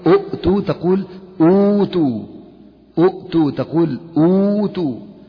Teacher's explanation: إن كانت واو زي أؤتو، نبدل إن كان الهمزة الثانية الأولى مضمومة والثانية ساكنة فإننا نبدل الهمزة الثانية واو فتقول أؤتو، تقول أوتو، أؤتو، تقول أوتو. · Term: المد البدل